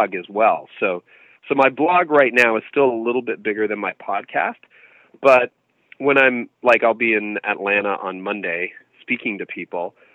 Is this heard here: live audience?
no